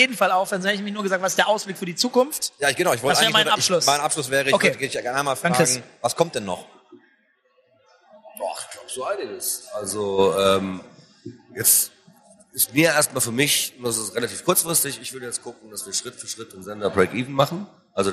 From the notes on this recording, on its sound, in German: OMR 2023 Live. Der Spielekeller hat seine erste Live-Aufnahme.